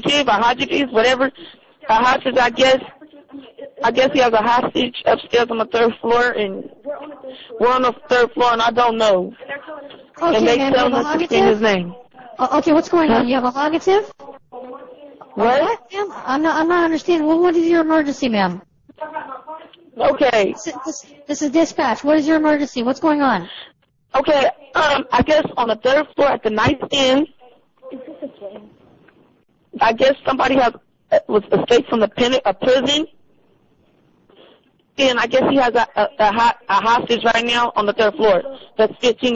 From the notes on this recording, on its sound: Prank Phone Calls